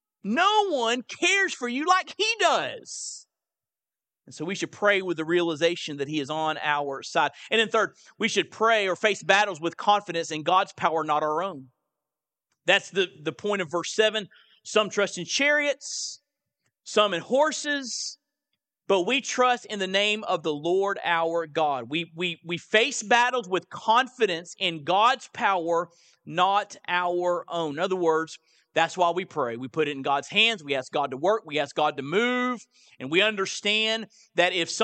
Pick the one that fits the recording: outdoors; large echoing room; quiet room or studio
large echoing room